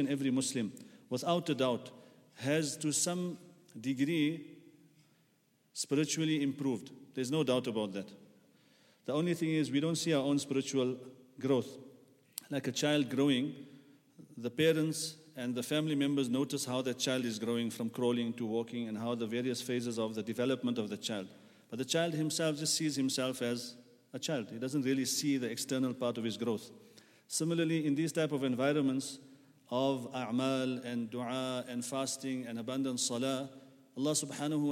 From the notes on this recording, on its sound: At the Houghton Masjid (West Street).